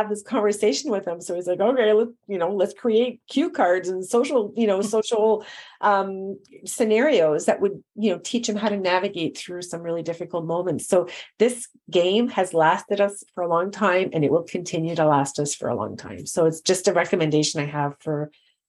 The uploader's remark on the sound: this was initially recorded as a video webinar